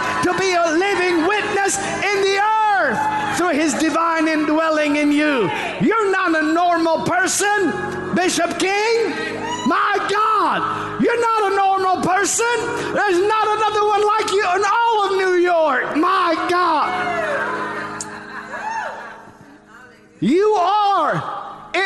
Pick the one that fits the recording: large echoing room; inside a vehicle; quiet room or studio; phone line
large echoing room